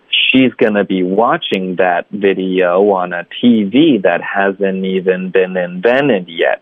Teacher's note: 所以我们有 watching，我们有 video，我们有 TV，然后有 invented 这四个词而已，会有重音。所以你们要注意，第一，他们要加重音；第二呢，你剩下的句子的这个节奏呢，要以这四段走。OK，所以就是一个哒哒啊、一个你可以这么理解，有点像一个 waltz。OK，就是一个哒哒哒哒哒哒哒哒